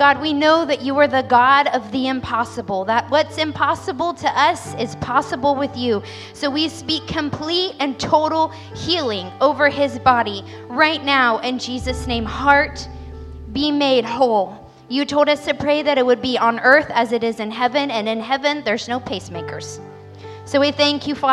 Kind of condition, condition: setting, large echoing room